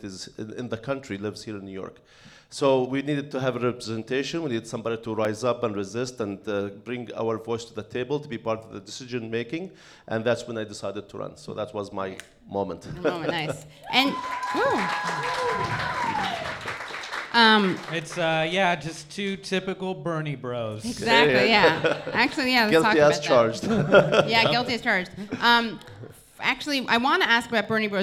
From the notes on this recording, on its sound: This is our LIVE TAPING episode